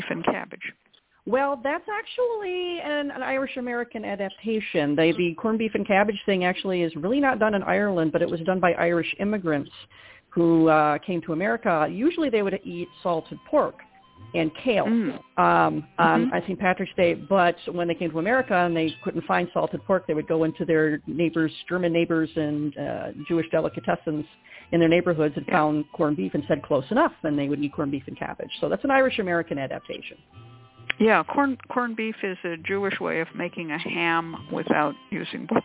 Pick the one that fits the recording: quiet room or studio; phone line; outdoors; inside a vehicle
phone line